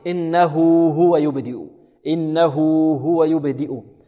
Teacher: إذن هاء الكناية أو هاء الضمير الدالة على الغائب أو المفرد الغائب، هذه الهاء توصل بواو لفظية إذا وقعت بين متحركين